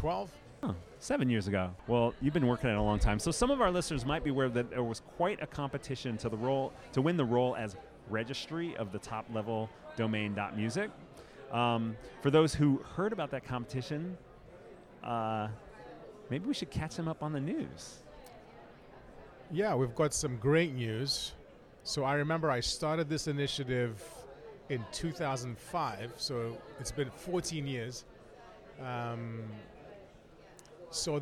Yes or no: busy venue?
yes